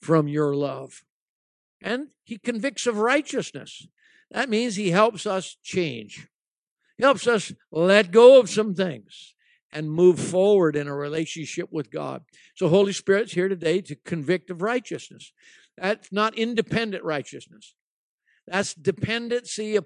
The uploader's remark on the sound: at ALife Church in Bellingham, Washington